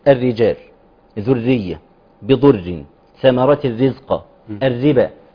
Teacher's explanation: الراء المشدده المكسوره، نخلي بالنا محتاجين تضعيف ذات وتضعيف صفة اللي هي صفة الترقيق